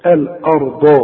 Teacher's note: والراء هي المفخمه مع الضاد برضه مفخمه